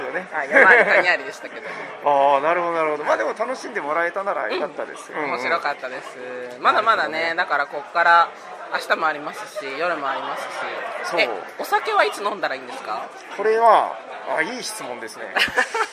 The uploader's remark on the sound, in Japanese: 九州ボードゲームカーニバル会場インタビュー！！会場の雰囲気をお伝えするために周りの騒音が入っていますが、ご了承ください！